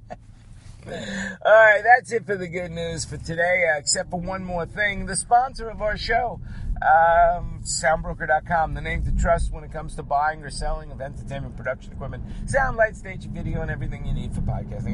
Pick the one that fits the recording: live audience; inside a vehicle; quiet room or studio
inside a vehicle